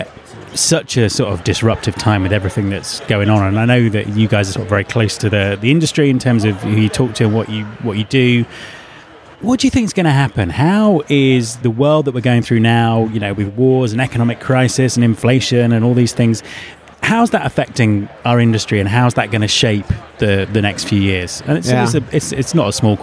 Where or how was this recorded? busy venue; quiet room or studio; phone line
busy venue